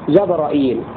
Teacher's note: بعد ذلك قال وجبريل فتح الجيم والراء وبعدها وعى همزة مكسورة صحبة الولا بحيث أتى والياء يحذف شعبة ومكيهم في الجيم بالفتح وكلا، أي قرأ حمزة والكسائي وشعب المرمز لهم بكلمة صحبة لفظ جبريل حيث وقع في القرآن الكريم بفتح الجيم والراء وزيادة همزة وزيادة همزة مكسورة بعد الراء جبرائيل، إلا أن شعبة يحذف الياء لأنه قال بحيث أتى والياء يحذف شعبة، فشعبة يكون فتكون رواية شعبة جبرائيل أو جبرائيل.